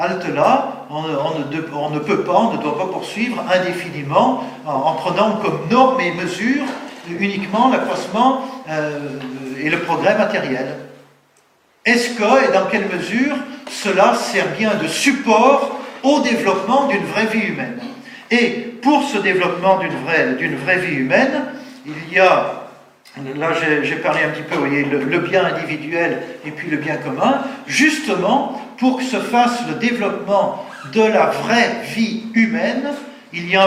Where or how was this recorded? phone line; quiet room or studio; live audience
live audience